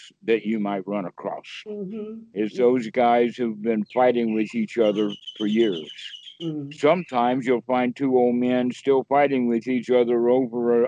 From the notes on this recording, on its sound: Skype calls on this channel.